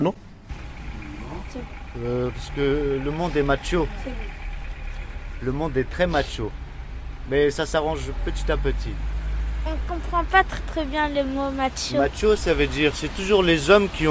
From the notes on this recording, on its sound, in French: Fait des micro trottoirs et enregistré l'émission à la bougie le 22.